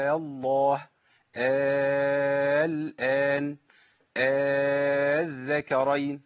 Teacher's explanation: هبدلها بحرف مد على طول من جنس حركه الهمزه الاولى